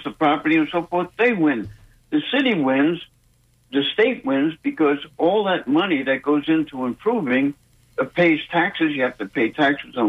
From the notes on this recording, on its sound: unique magazine format call-in show